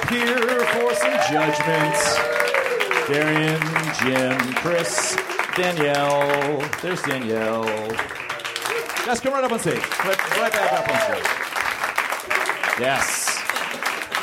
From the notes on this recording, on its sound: Recorded at the Nerdmelt Theater, November 20, 2012.